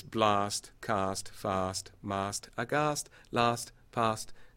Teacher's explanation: All of those are consonant clusters with an unvoiced fricative.